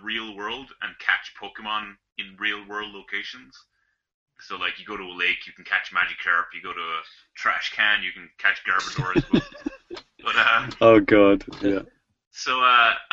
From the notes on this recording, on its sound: Coming to you live via Google Hang Outs On Air (at least, it WAS live)